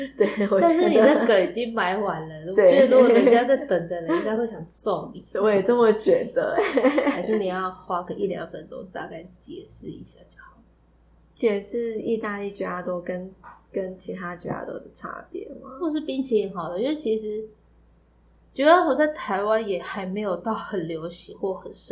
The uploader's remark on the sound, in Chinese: 這集有較多雜音